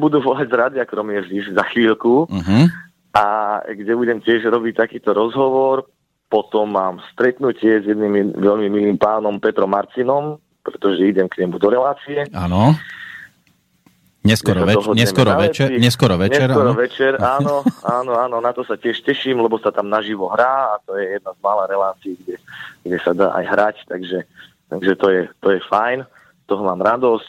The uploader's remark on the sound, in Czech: telefonický rozhovor